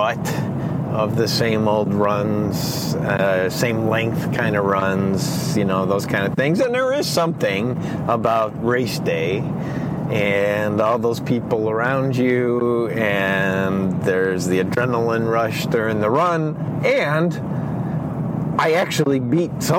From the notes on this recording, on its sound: We did the interview while on a long car ride. He had a lapel mic on which picked up some of the road noise.